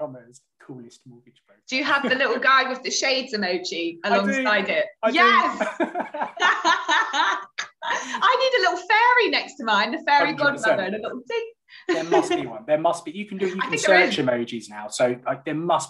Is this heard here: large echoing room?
no